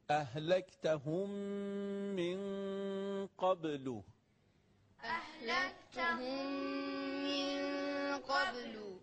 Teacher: میم ساکن به میم رسیده ادغام میشه، درس امروزمونه، باز دو حرکت کشش داره